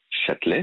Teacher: on entend Châtelet sur un ton plus concluant